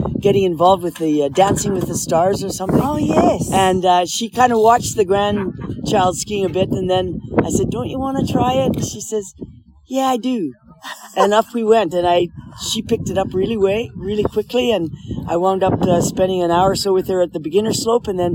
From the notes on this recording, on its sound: Is currently on the ski slopes in western Canada ata resort called Sun Peaks. Grabbed her phone and interviewed the champion there on the slopes. You might hear a bit of wind noise on the microphone.